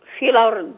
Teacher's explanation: يشيل الهمزة وياخد الفتح يحطها على اللام تبقى الأرض · Term: نقل